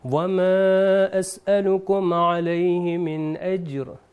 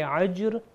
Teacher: اس آیت کی پھر سے تکرار کریے مگر خیال رکھیے کہ یہ جو اجر ہے یہ الف سے ہے تو اس کا عین کا تلفظ نہ ہے · Shown in: first take · اس کو اس طرح کریں گے وَمَا أَسْأَلُكُمْ عَلَيْهِ مِنْ أَجْرِ.